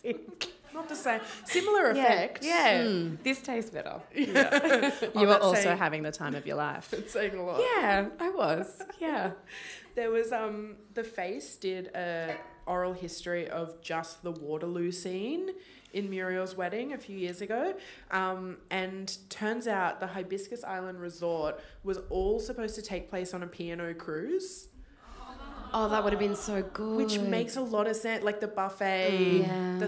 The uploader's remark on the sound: Live at the Wheeler Centre. A special live recording of their hit podcast See Also. At the Wheeler Centre as part of Spring Fling.